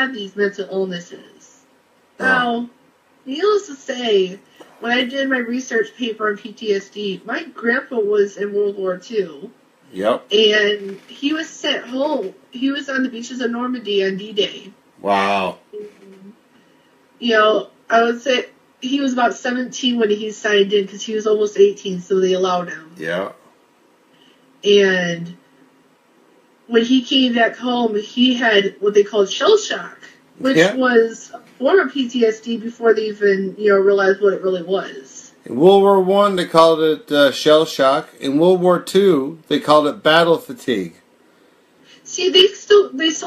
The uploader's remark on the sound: This episode was recorded from a live video in the PTSD Buddies Facebook group.